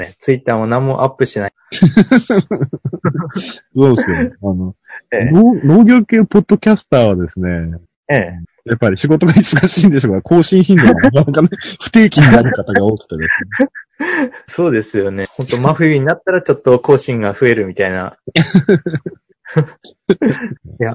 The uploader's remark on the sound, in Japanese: 全国から仕事と睡眠時間を犠牲にしてお送りいたします。容量の問題で圧縮を重ねた結果こんかいは音質が悪くなっていますのでご了承ください。